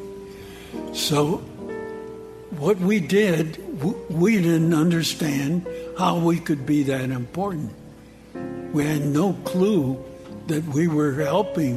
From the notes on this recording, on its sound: A show that airs on WNPR in Connecticut. Live at the Litchfield Jazz Festival.